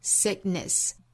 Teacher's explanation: sick 和 ness 两个元音是相同的，读成短音的 i 要读得更短快更松，因为是在弱读音节上。